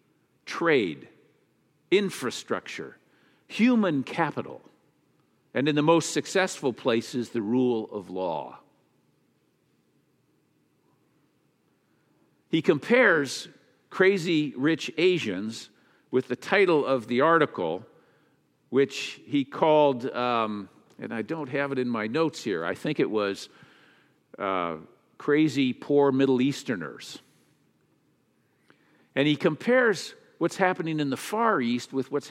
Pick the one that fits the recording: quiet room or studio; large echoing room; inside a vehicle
large echoing room